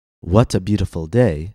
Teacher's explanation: There are three stressed syllables, what, bu, and day.